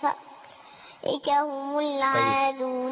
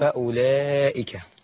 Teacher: مد واجب متصل أربع حركات